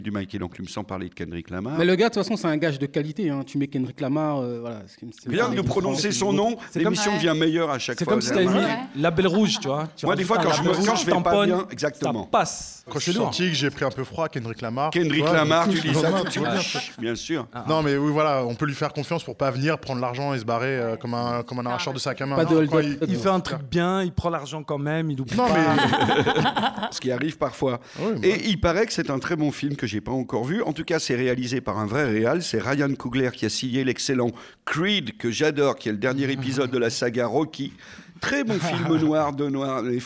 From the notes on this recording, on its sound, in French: Emission enregistrée en public à FGO-Barbara (Paris 18).